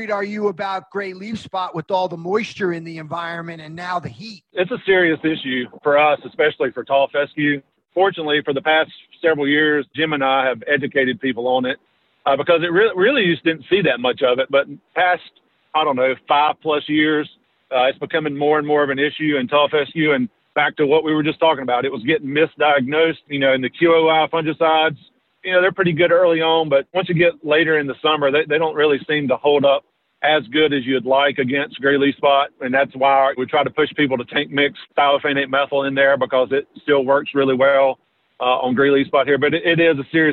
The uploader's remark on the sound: as he’s driving to the mountains of North Carolina!